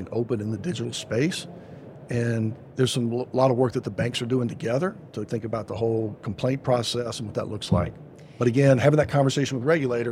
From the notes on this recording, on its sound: Podcast recorded live at Money20/20 USA in Las Vegas.